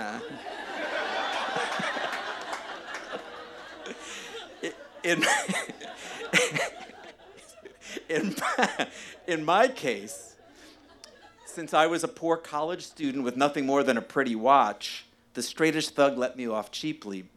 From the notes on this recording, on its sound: a live show debuting just a minute ago in May of 2022